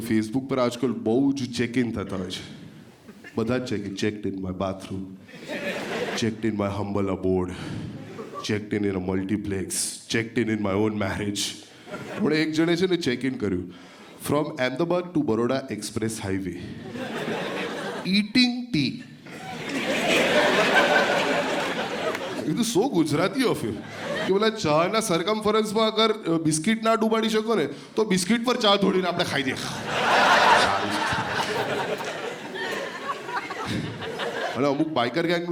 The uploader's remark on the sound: This was shot in front of a live audience. At the auditorium of H K Arts College, Ahmedabad.